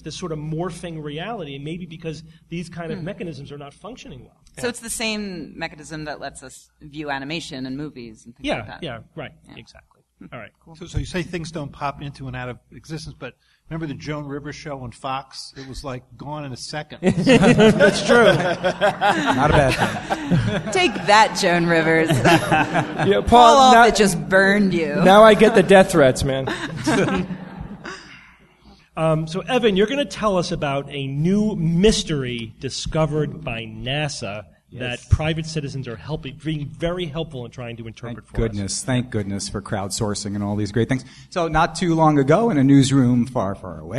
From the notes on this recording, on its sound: Live from NECSS 2014. Live Q&A.